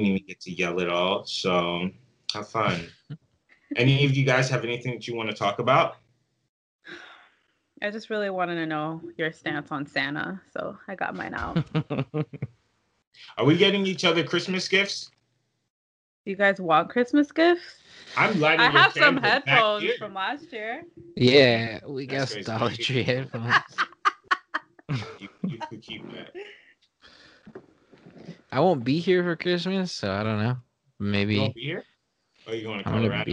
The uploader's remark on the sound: Another ZOOM/SKYPE episode.